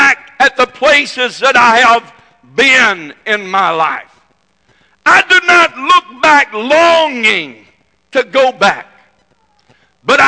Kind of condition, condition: setting, large echoing room